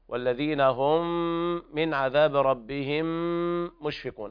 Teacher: إدغام متماثلين صغير كامل بغنة، الميم مع الميم في موضعين. والذين هم من عذاب ربهم مشفقون هكذا، ولا بد من تسوية مقدار الغنة في جميع الغنات.